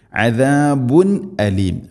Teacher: വലിൽ കാഫിരീന, വലിൽ കാഫിരീന, കാഫിരീന, കാഫിരീന അല്ല, വലിൽ കാഫിരീന അല്ല, വലിൽ കാഫിരീന അദാബുൻ അലീം, അദാബുൻ, അദാബുൻ, അസാബ് അല്ല, അദാബുൻ അലീം. തൻവീനു ശേഷം ഹംസ, ഇദ്ഹാർ, വെളിവാക്കണം, മണിക്കരുത്.